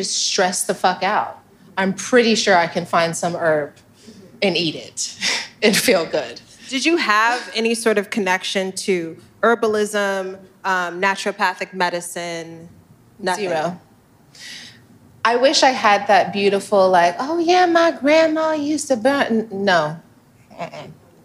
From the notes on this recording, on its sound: Season 3 of Cool Moms LIVE at Soho House kicks off in Los Angeles